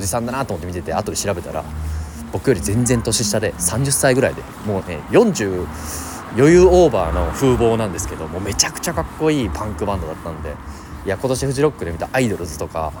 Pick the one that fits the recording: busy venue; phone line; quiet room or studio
busy venue